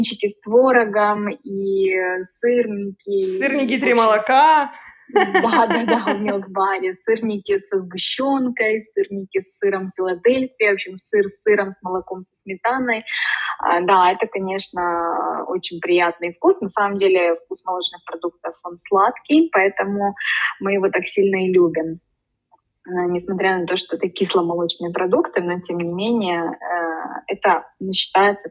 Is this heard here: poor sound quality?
yes